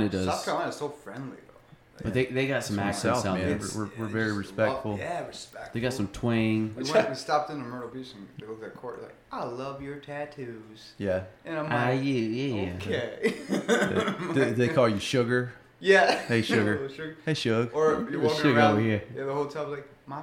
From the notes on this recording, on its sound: 5 Guys, 1 Mic. I'm joined in studio by 4 of my good buddies.